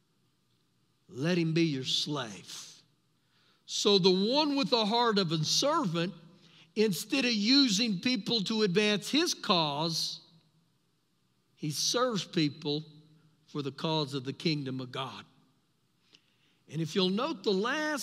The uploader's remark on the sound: Recorded live during our Sunday morning service